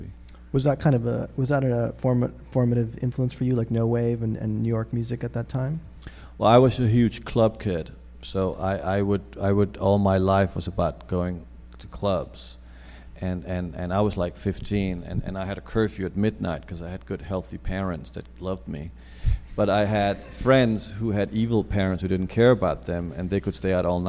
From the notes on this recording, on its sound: Took place live recently at the Film Society of Lincoln Center. The audio comes from our friends over at The Close-Up.